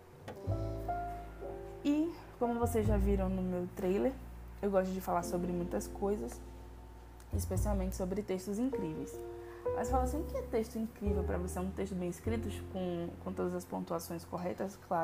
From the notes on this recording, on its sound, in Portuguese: perdoem os barulhos externos.